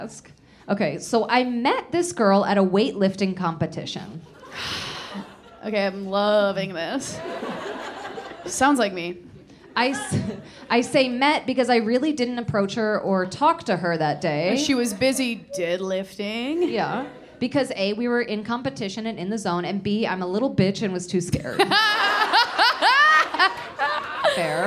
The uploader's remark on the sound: LIVE IN BOSTON